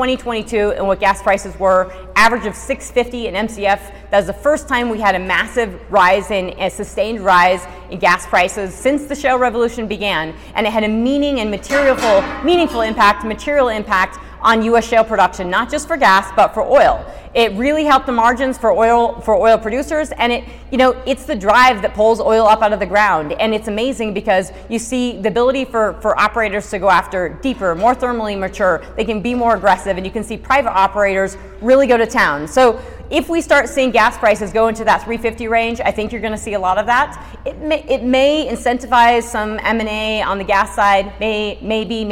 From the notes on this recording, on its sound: This talk and presentation was the keynote speech. To the Rocky Mountain GPA conference in Denver, Colorado.